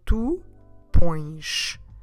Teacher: And the sh we have on the end because of the S.